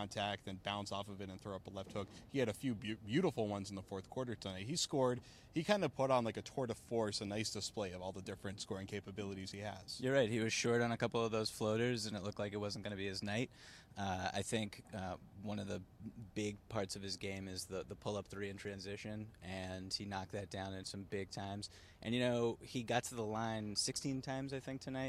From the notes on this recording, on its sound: Full Report from TD Garden